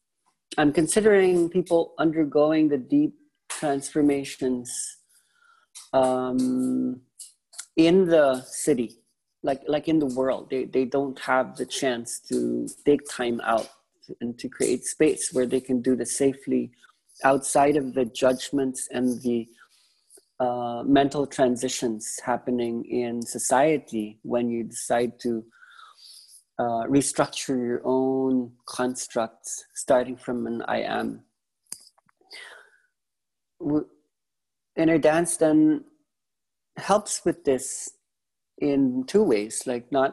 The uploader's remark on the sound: This was the first zoom call for Week One for the online-ides